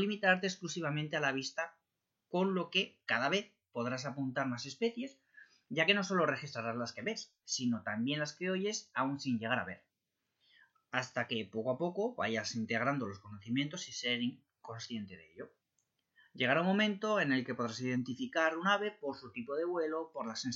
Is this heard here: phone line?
no